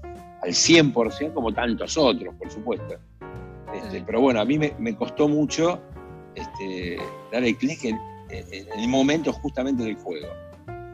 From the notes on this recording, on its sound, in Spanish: Nos hizo abrir varias reuniones de Zoom porque con una sola nos quedábamos cortos.